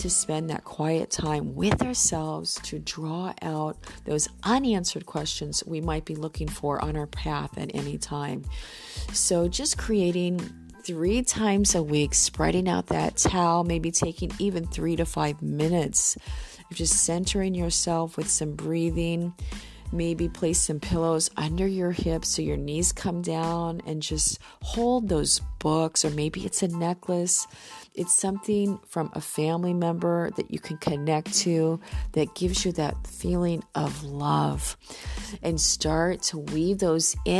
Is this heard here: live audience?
no